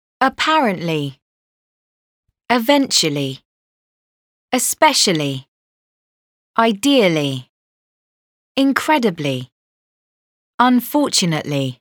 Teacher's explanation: Stress on second syllable.